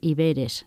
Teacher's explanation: ponían el acento en la E central, que era una eta y no una épsilon.